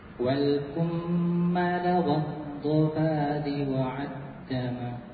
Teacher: Mim tasdid beri gunnah sempurna.